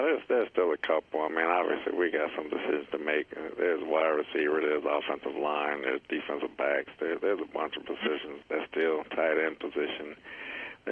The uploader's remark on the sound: Conference Call: 9/2. Jets HC Addresses the Media on Friday.